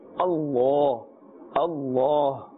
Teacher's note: we must pronounce this with a full mouth, not with a flat sound. We should not say Allah.